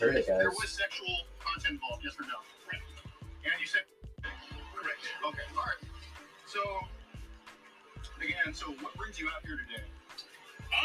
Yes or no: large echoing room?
no